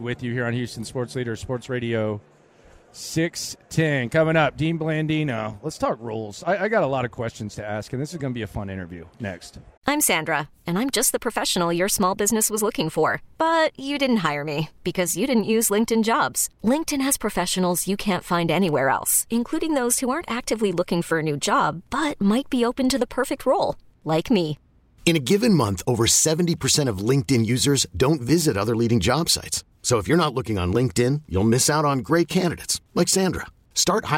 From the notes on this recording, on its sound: LIVE at Radio Row